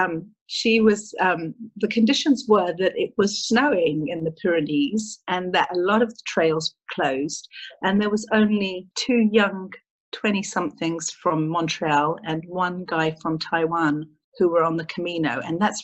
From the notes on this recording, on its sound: interview via ZOOM.